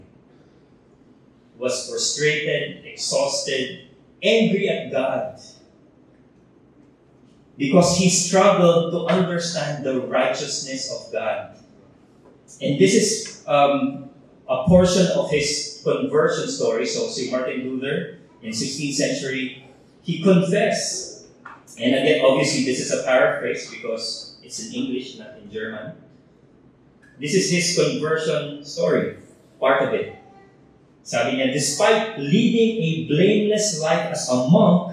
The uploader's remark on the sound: Technical issues have affected audio quality.